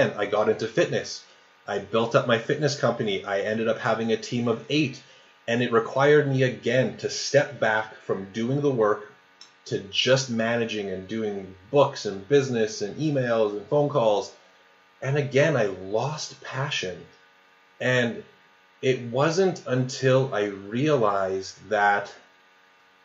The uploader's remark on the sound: Sorry for the awful sound in this episode!